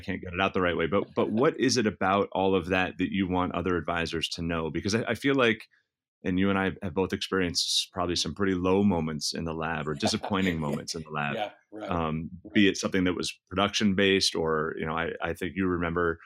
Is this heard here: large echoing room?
no